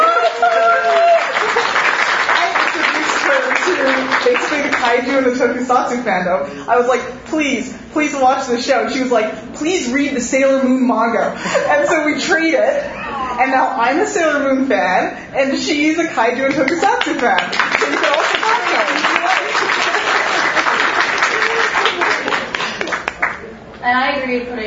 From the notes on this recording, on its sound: Live from Gfest 2018.